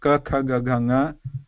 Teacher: Means at the back of the throat, with the back of the tongue, back means the root of the tongue, the air is stopped. Means the back of the tongue presses the back of the throat inside to stop the air while pronouncing these first five vyanjanas · Term: Vargiya Vyanjanas